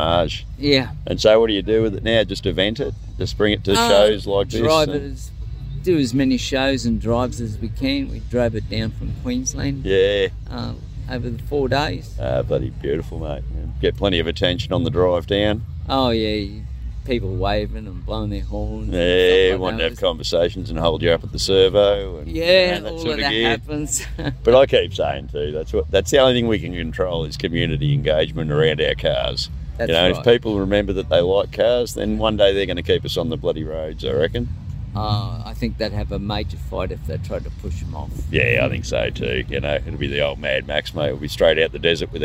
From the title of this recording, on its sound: Live at the HK-T-G Nationals